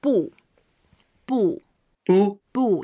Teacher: it's a fourth tone, so we go down.